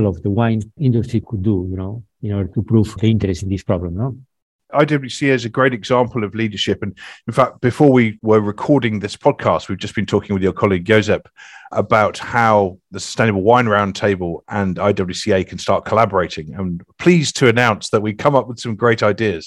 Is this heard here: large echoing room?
no